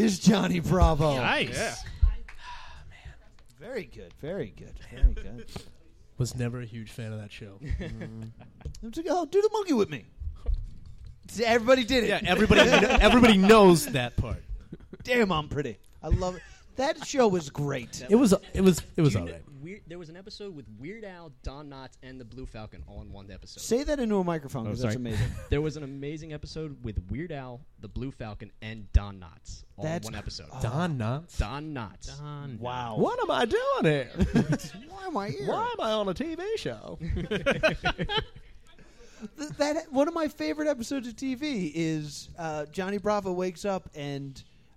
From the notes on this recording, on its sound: We are live from Jester Playhouse at 545 Tilton rd in Northfield NJ